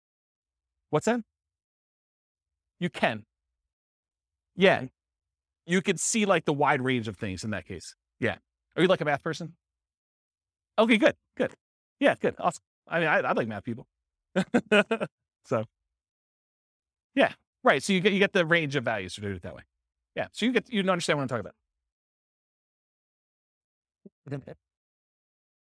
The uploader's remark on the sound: This was a live class recorded